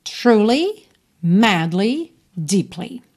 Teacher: Essas três palavras têm a sílaba tônica na primeira sílaba.